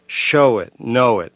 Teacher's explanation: And in those cases, the stress is on show and on know. · If you'll notice, the accent is on the prior syllable. show it, know it, and that's done all the time.